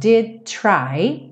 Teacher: Aqui o did, o did, did, did já junta no try.